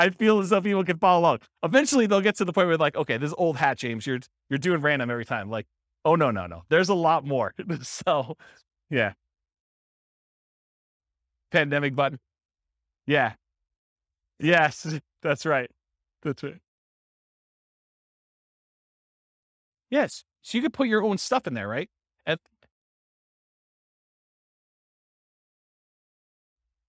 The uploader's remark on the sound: This was a live class recorded